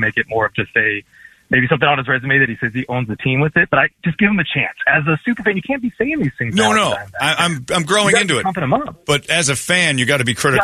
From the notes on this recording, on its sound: Cubs And DBacks Fans Calling.